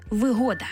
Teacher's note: з упевненим наголосом на другий склад